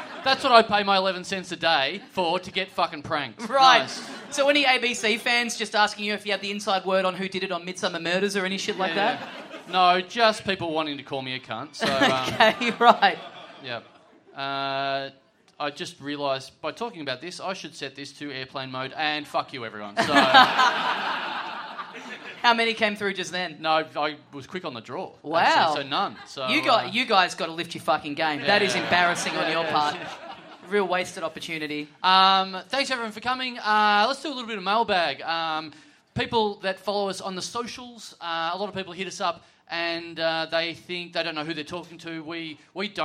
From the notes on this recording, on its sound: SYDNEY! Big live podcast and stand-up show.